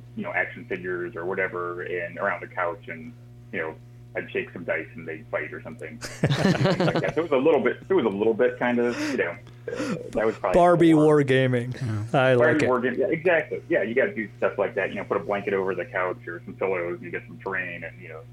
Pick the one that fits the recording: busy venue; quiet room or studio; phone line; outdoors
phone line